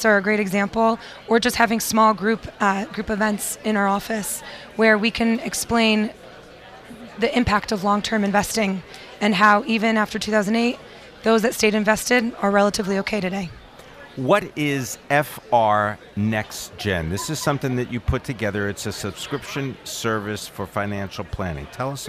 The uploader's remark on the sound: Broadcasting Live from the Commonwealth Financial Networks Annual National Conference of Advisors, from the Marriott in Austin, Texas.